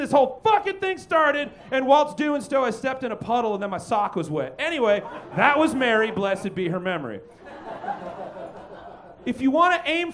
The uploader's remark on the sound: Recorded LIVE at Chicago’s Historic Green Mill Lounge on December 9th 2023 for The Paper Machete